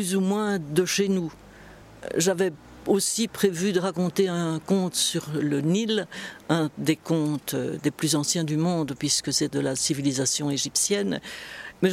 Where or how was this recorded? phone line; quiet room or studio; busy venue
busy venue